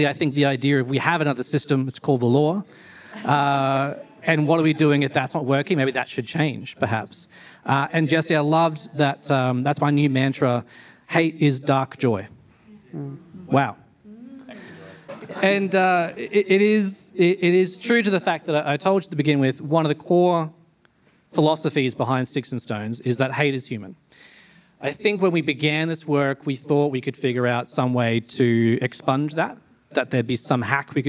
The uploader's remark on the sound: Recorded at The Parley Debate Event in July 2023